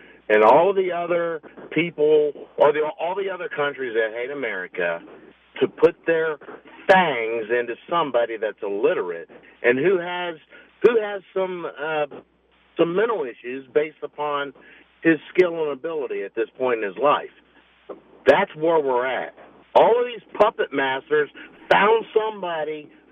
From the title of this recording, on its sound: Saturday Morning Open Phones